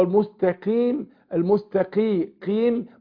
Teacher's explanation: السين رققه والقاف تاخد ادنى درجات التفخيم